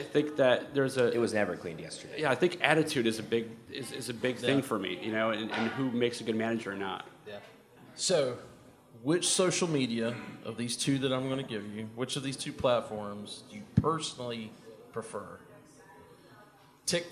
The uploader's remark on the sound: Live from IMN's Student Housing 360 Conference.